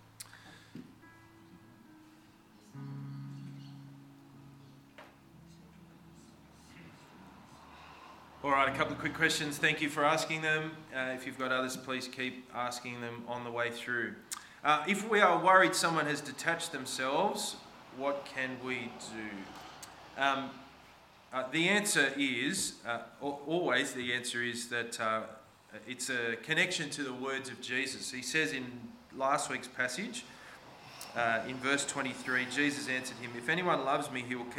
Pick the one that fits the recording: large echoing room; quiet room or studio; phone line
large echoing room